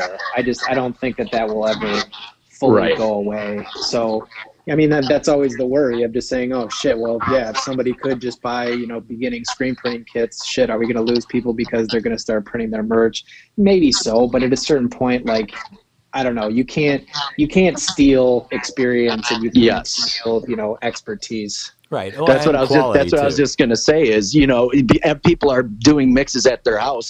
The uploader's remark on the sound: This was done using a conference call as we are all quarantined at the time due to the Virus.